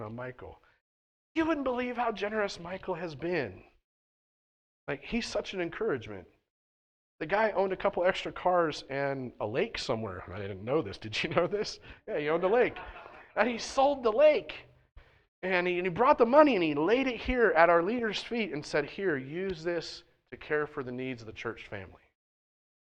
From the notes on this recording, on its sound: at The Well, an Acts 29, SBC, and Converge Heartland Church in Hastings, NE.